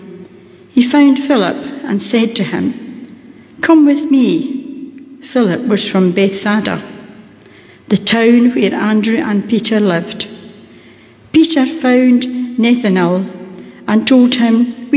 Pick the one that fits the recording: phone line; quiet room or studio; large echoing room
large echoing room